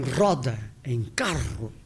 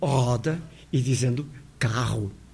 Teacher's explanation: Metade dos portugueses pronunciam o R, tal como eu o pronuncio, a pronúncia sul-europeia, do R forte, italiano, espanhol · Shown in: first take